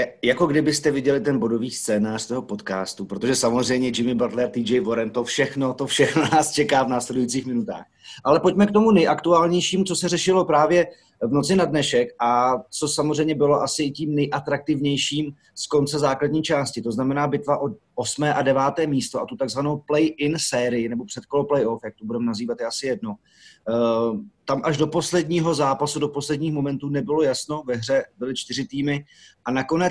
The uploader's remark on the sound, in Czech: Na dálku přes zoom probírala trojice basketbalových expertů.